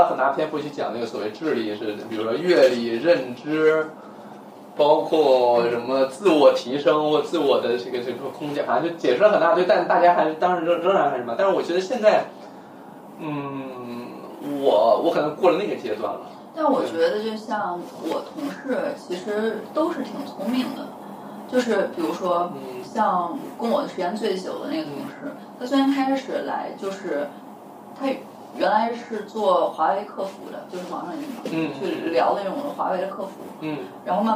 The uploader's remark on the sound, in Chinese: 声音录制有些问题，我录制的那个版本因为衣服摩擦麦克风会有杂音。录视频的音频拿出来仍然有杂音。